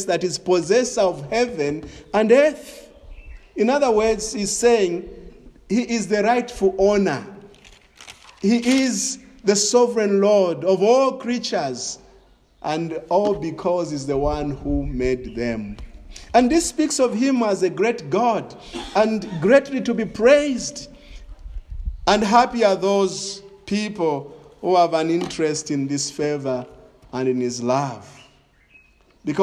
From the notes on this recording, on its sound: This is a sermon preached in the evening of September 5, 2021 at Crossway Baptist Church